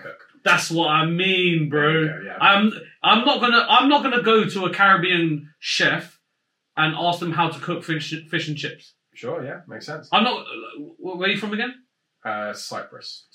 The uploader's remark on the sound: Mics weren't working despite being plugged in.